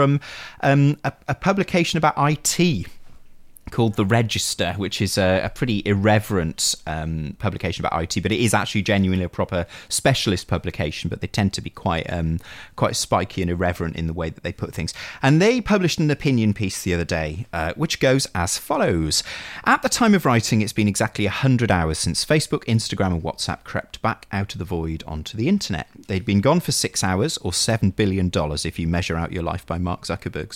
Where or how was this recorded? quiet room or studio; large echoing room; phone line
quiet room or studio